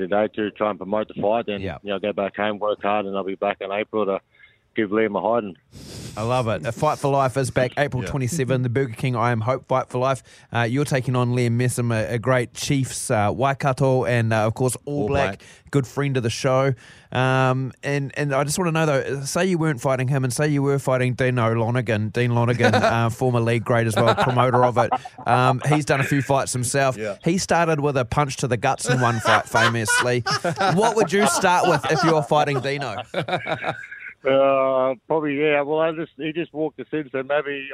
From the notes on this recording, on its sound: Today we were joined on the phone